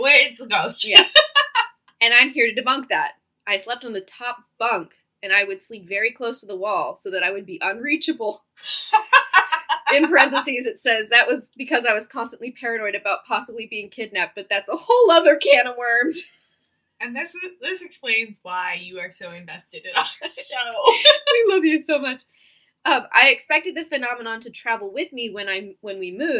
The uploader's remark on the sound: The ghosts got to us again (for real) this week, so the audio is subpar.